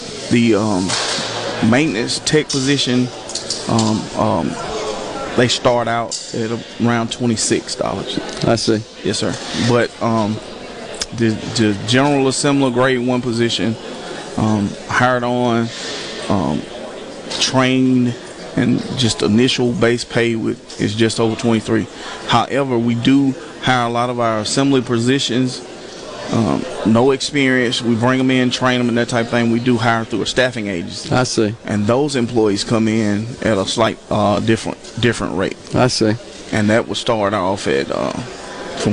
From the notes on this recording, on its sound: LIVE from The Communiversity in Columbus working with the Governor's Job Fair network for the Lowndes County Job Fair